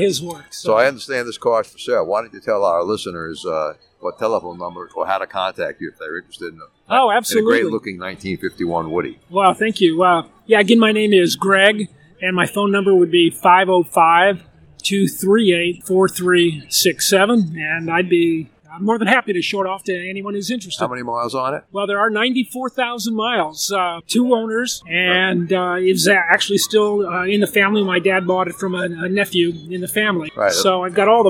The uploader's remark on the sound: 7 Car Club Show. Over 100 cars from different car clubs, including the Mustang Club, Camaro Club, Mini Cooper Club, Miata Club, Antique Car Club, and BMW Z Club, were on display. With over 1000 spectators and music, the recording may not be of studio quality. Despite the outdoor setting.